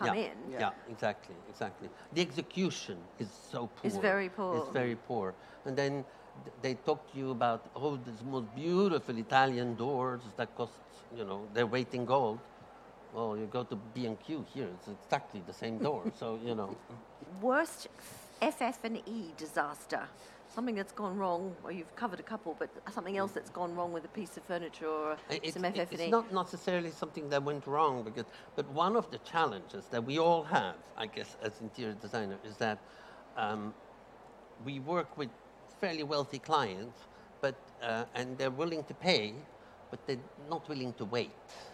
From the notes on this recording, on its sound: This episode was recorded in front of a live audience as part of the Decorex Talks programme.